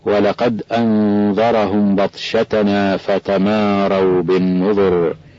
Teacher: وتأمل مواضع القلقلة في دال لقد وفي الطاء من بطشتنا، وهذه الفتحات المتوالية فيما وراء الطاء إلى واو تماروا مع